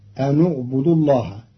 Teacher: قرأ قالون كلمتي أن اعبدوا بضم النون وصلا لضم ثالث الفعل